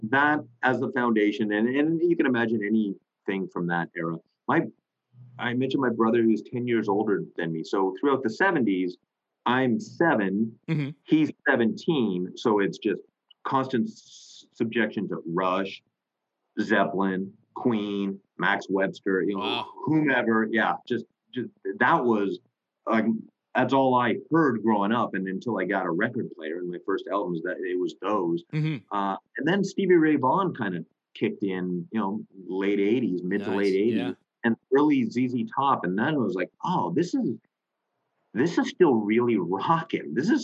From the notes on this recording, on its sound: chat with me via zoom